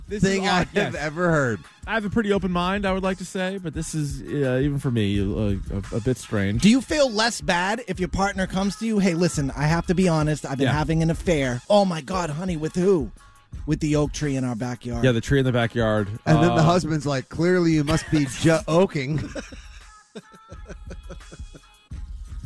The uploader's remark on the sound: A Jets fan that happens to be in Boston for the weekend gives us a call after finding WEEI and hilarity ensues!